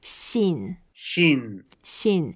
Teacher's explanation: 信 is a fourth tone, so we go down and we can make it longer.